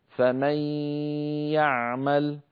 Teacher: أدغمنا النون في الياء فتحول جزءها اللساني إلى ياء، أما جزء النون الخيشومي وهو الغنة بقي موجودا بل طولناه ومططناه حتى صار طويلا غنة كاملة فمن يعمل.